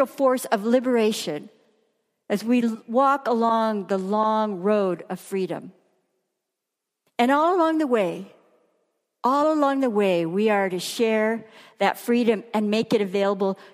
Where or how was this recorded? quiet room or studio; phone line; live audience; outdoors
live audience